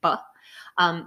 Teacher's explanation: I'm going to put my lips together and use my voice and make a burst · Term: B sound